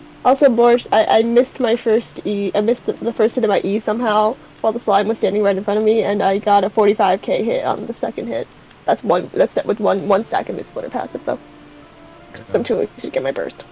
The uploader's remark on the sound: Random sounds in the background. Nobody knows how to keep their family quiet, apparently.